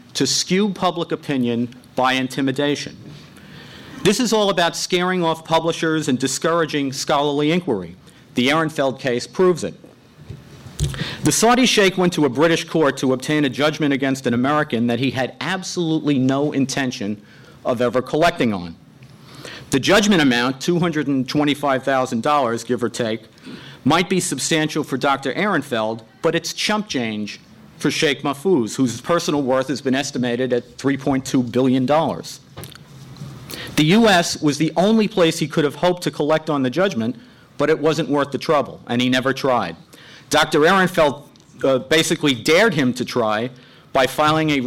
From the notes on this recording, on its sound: Libel Tourism, “Hate Speech,” and Political Freedom, a conference held by The New Criterion and the Foundation for Defense of Democracies.